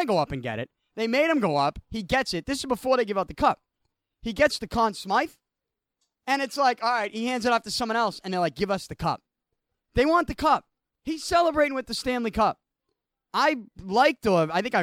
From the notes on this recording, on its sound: I had to record with my remote equipment because of the extreme heat inside the studio. I walked around the back of Beantown Athletics with a microphone in hand.